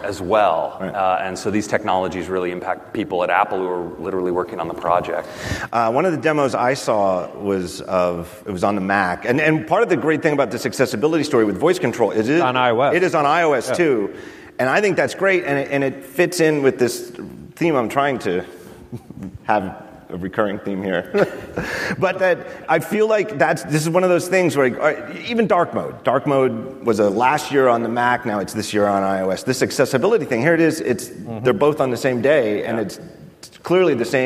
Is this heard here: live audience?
yes